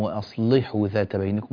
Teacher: اللام هنا مرققة لأنها مكسورة